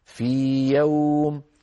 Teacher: تبقى الياء المادية تأخذ حظها من الزمن والمد بمقدار حركتين لأنها مد طبيعي